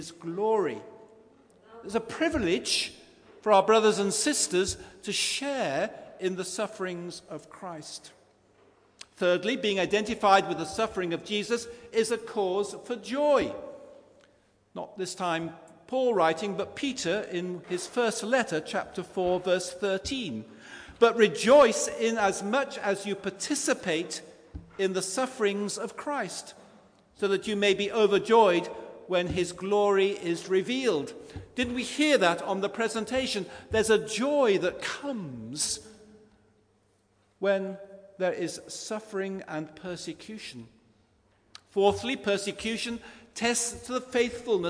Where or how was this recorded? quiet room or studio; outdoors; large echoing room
large echoing room